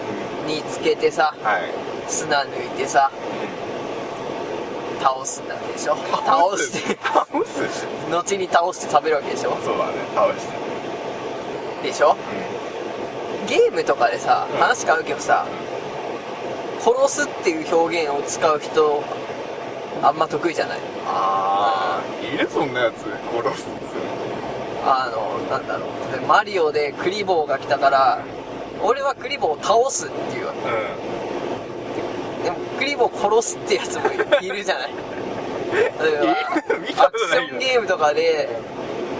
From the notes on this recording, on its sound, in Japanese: 今回収録分、ずっと車の走行音がするのはプチ旅行中だからです。千葉県は富津岬まで行ってきました。